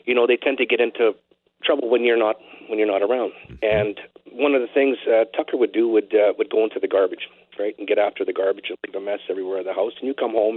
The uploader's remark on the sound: Opened up to phones for listeners to share their stories about their pets.